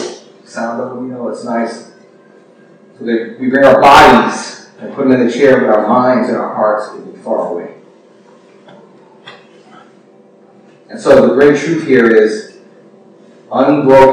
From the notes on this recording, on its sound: Unfortunately, we experienced some technical difficulties with the recording process. We apologize for the poor audio quality.